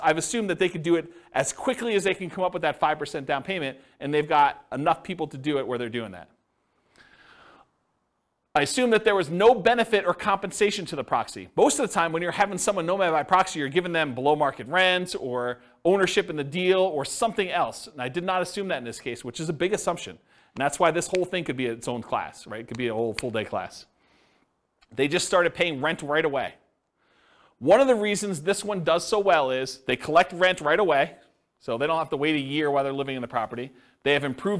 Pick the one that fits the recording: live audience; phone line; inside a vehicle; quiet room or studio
live audience